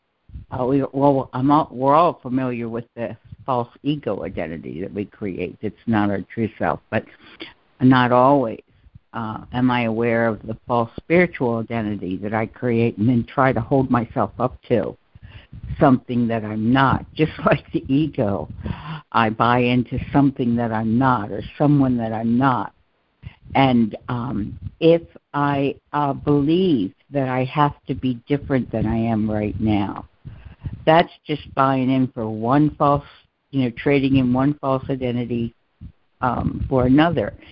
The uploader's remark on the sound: ACIM Daily Conference Call